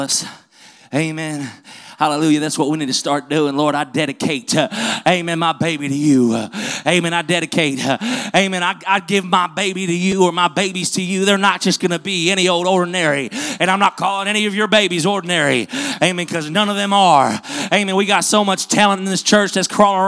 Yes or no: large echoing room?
yes